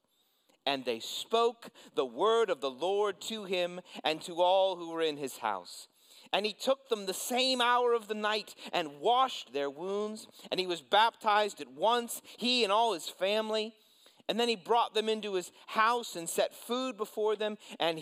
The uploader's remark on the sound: preached this sermon at Covenant Fellowship Church